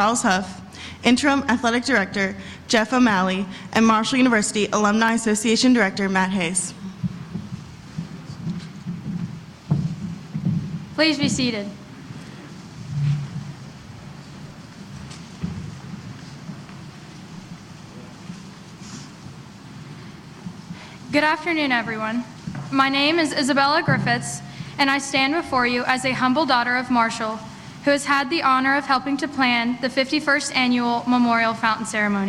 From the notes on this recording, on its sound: Live broadcast of the 51st Annual Memorial Fountain Ceremony